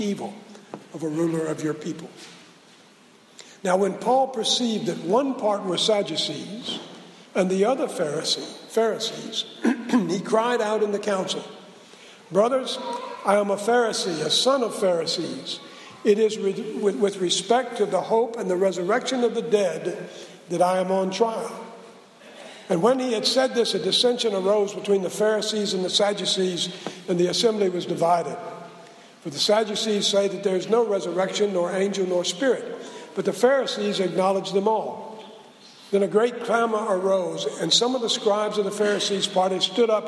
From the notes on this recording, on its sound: Preached at SBRPC on 2/14/16